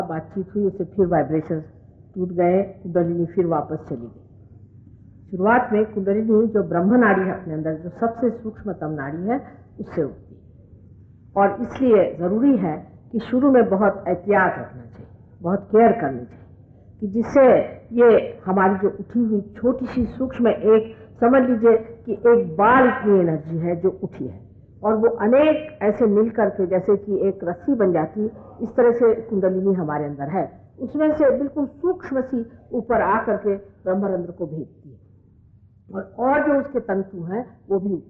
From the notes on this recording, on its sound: Archive audio. Speaking in Hindi at a Sahaja Yoga public program in Delhi, India.